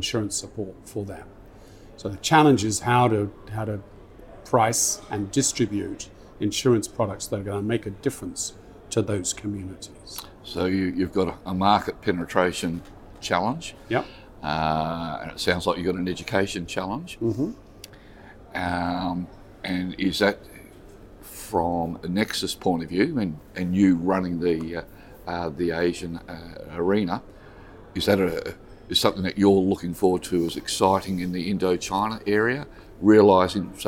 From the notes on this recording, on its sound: spoke with AM Best TV at the Singapore International Reinsurance Conference